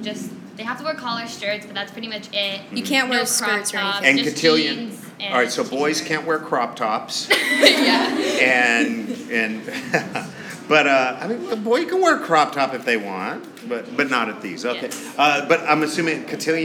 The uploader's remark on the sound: LIVE STUDIO AUDIENCE!